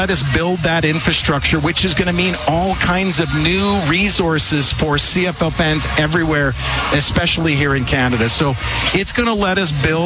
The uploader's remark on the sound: LIVE from Commonwealth Stadium for Fan Day